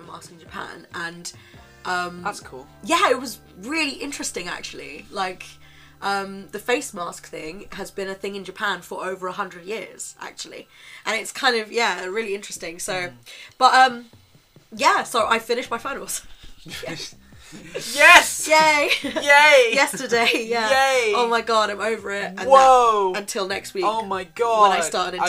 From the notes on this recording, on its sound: Sorry about the bad Audio quality, or uneven-ness of our voices! We're looking into getting another mic, but for the time being this si our setup haha.